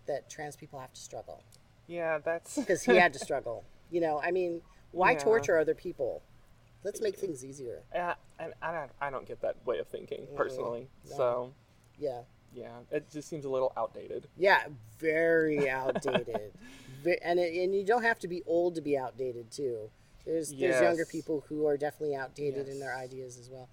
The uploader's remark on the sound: We filmed this interview outdoors, so there is some ambient noise, although I did try using a noise reduction filter.